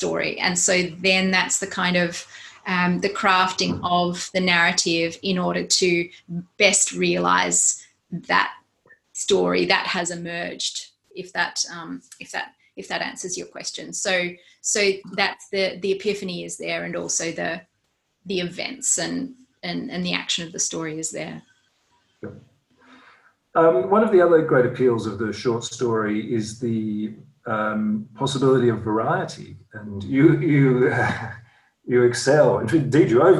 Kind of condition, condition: link, video call